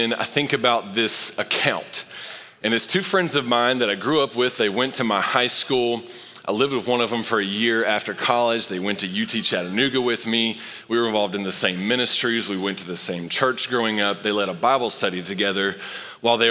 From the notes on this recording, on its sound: Recorded live at Long Hollow Church on May 30, 2023.